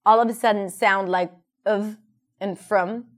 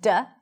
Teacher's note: do sounds like duh, and the brain refuses to connect what you hear to how you perceive the word that has a completely different vowel